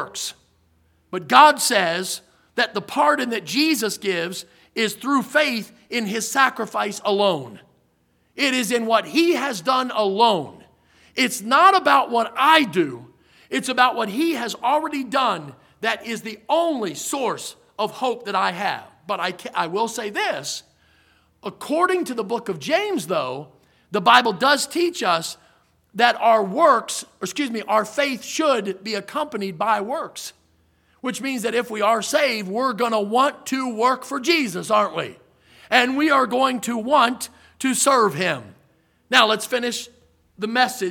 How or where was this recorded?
large echoing room